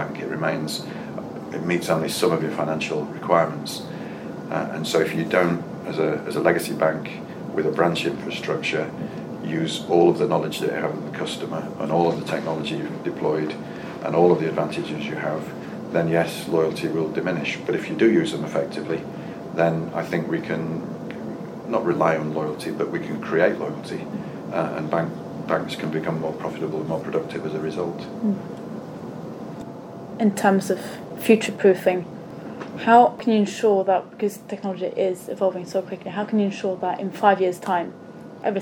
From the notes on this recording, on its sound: At the RBR Branch Transformation conference in London